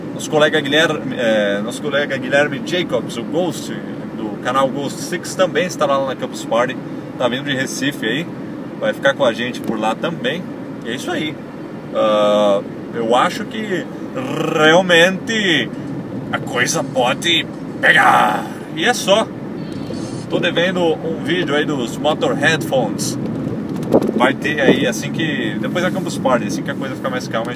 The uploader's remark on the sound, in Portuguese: Webcast #36 gravado e Campus Party 2013!